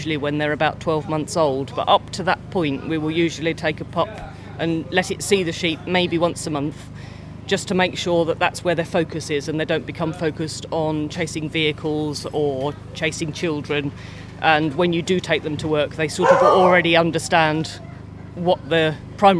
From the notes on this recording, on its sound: At the English National Sheepdog Trials 2023. Recorded on location amid the wind whistling on a rather bleak hillside in Yorkshire.